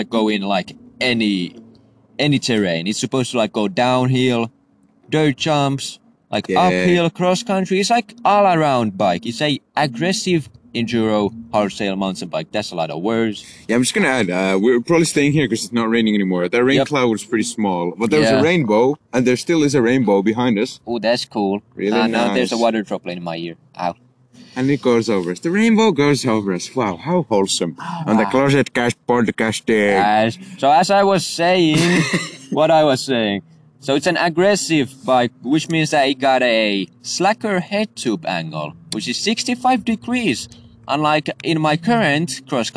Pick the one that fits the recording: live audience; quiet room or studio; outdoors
outdoors